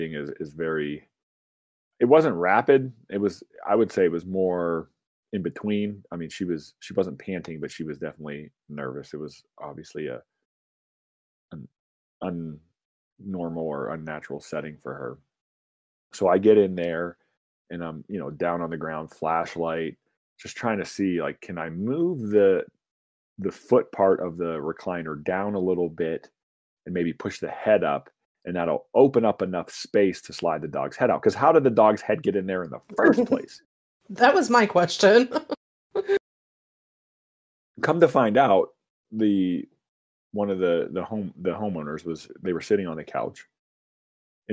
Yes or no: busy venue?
no